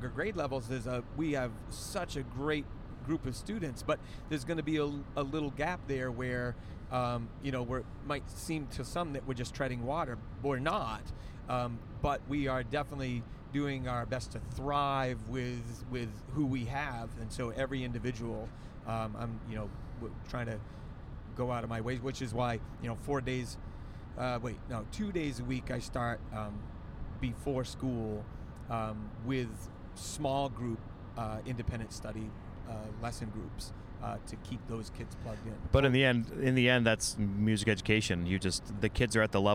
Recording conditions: inside a vehicle